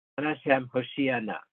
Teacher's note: Got the same exact stress as Anashem Hatzlichana. The stress on the ayin. There should be Hoshiana and Hatzlichana, according to the way it's written in the Aleppo Codex.